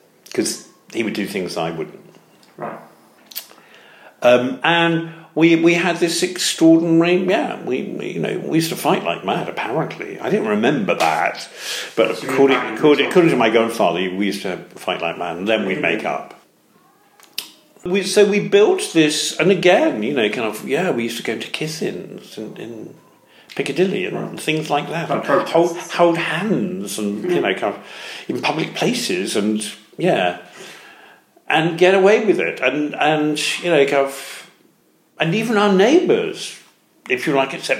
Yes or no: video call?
no